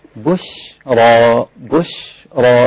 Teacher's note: الشين رقيقة جدا والباء قبلها رقيقة جدا، أنا رجعتك عشان الباء والشين وبشرى، مش عشان أفخم الراء أستعد لتفخيم الراء من أول الكلمة، لا، باء شين رقيقة ثم راء مفخمة، بشرى بشرى، وخلي بالك أن الباء عليها ضمة يعني زيادة في التفخيم، تمام؟